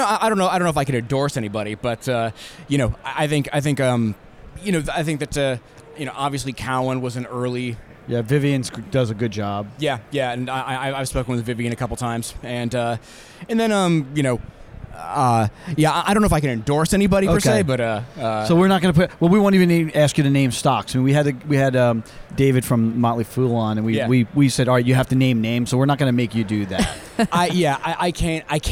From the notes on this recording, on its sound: Special broadcast from the floor of the Marijuana Business Conference in Las Vegas. Took to Podcaster’s Row to chat with a number of guests.